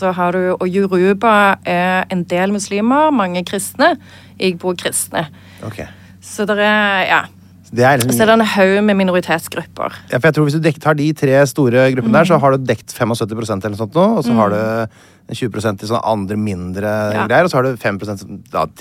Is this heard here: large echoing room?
no